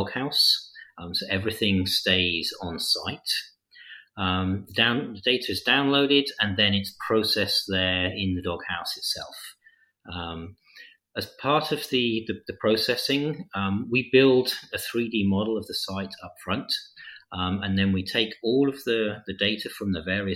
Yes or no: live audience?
no